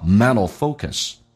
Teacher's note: mental 这个单词 T 跟 L 趋向于发 D 跟 L